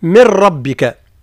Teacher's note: الإدغام الكامل ويكون في الراء واللام، يعني النون الساكنة والتنوين يختفي تماما